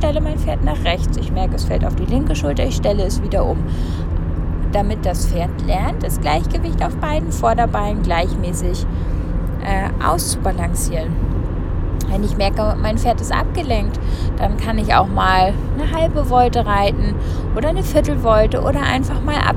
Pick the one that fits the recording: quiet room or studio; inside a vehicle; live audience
inside a vehicle